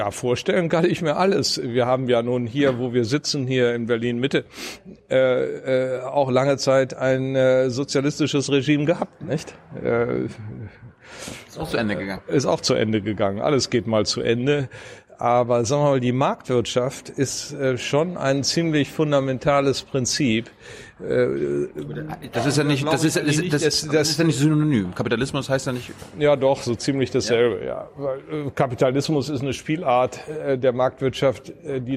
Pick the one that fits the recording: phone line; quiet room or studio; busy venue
busy venue